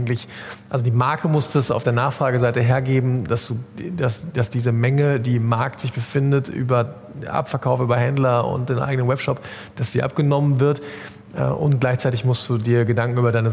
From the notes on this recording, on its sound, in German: Diese Folge des K5 Commerce Cast wurde live auf dem K5 MEETup in Köln aufgenommen.